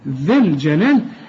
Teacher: ذي الجلال، الياء هنا برضو بتلغى، ذي الجلال، الذال بشبك مع اللام على طول